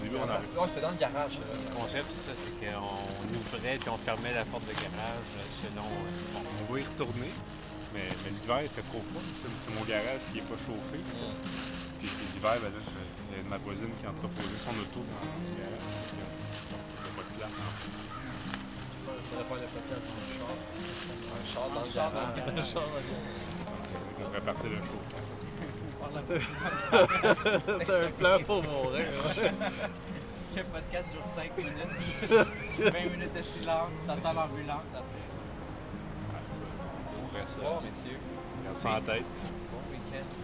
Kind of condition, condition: setting, outdoors